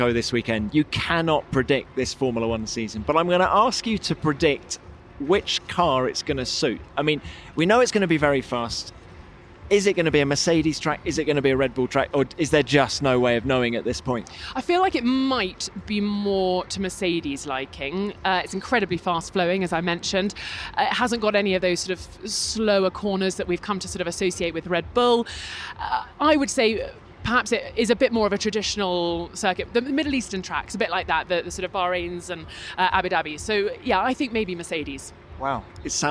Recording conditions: busy venue